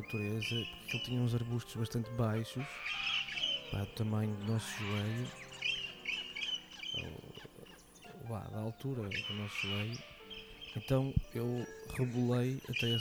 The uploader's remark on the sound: Áudio Derivas é um podcast do Teatro da Didascália, sob a forma de escapadelas sonoras pela paisagem de Joane.